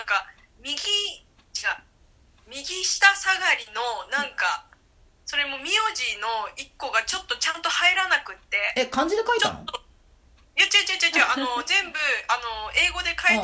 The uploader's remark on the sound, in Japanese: LINE電話でのやりとりなので、声が遅れたり音質が悪いことがありますので、ご了承ください。